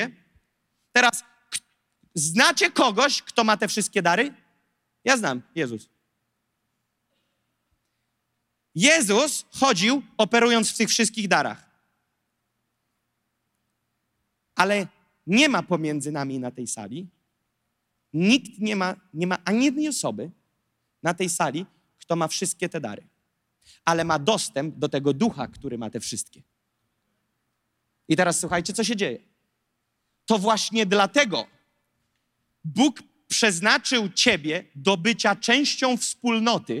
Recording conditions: large echoing room